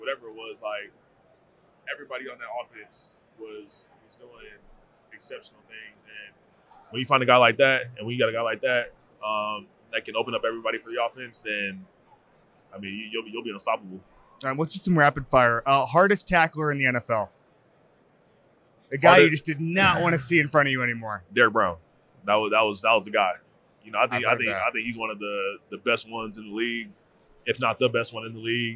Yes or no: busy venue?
yes